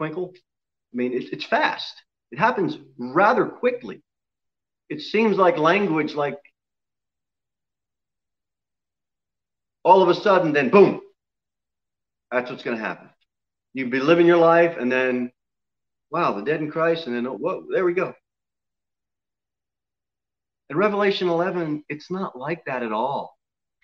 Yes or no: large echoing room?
yes